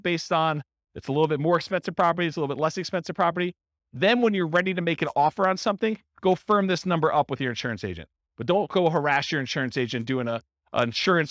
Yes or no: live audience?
yes